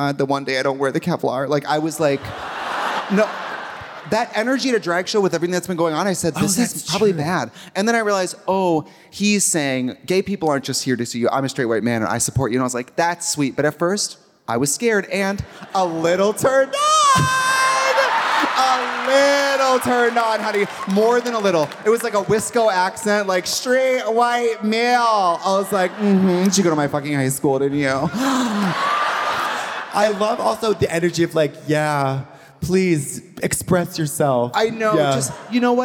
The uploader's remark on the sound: Live in Chicago from the Historic Auditorium Theatre